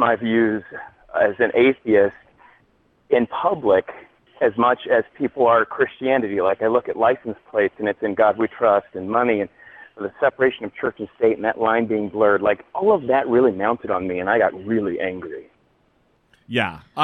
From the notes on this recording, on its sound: Call-in Episode #002. Take calls from listeners.